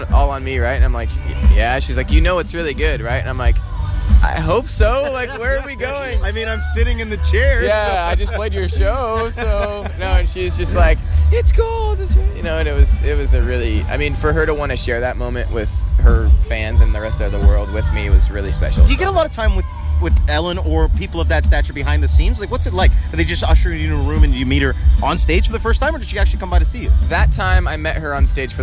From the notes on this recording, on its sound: Live from Boots & Hearts. At Boots & Hearts 2018.